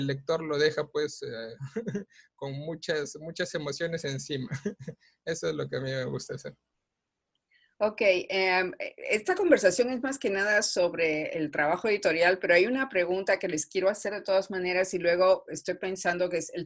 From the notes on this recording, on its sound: In this Zoom-podcast